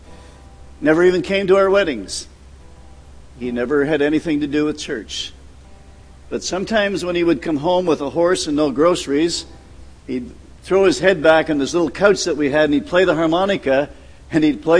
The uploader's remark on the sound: at The People’s Church of Somerville, NB on the morning of June 15, 2014